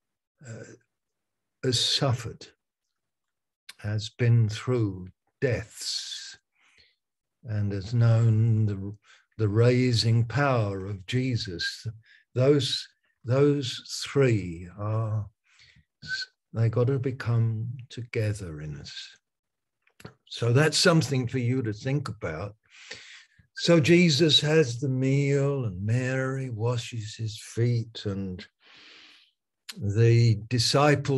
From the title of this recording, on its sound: Malaysia Meets (Zoom)